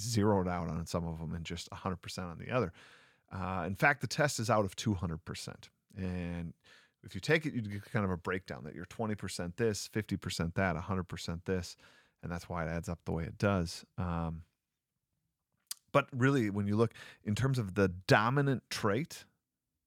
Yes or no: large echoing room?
no